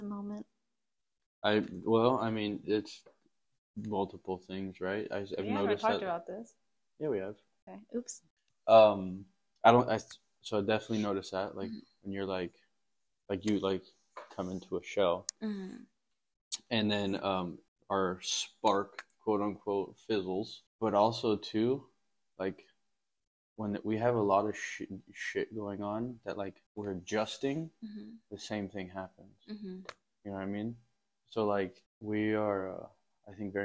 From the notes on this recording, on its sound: We had a few technical difficulties but we got through it!